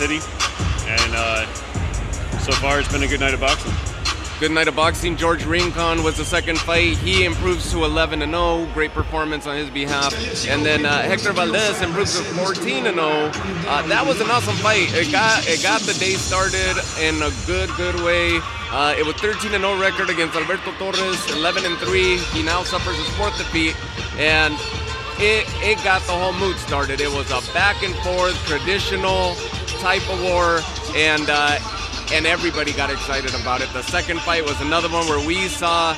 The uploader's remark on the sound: Live Coverage from Ft. Worth's Dickies Arena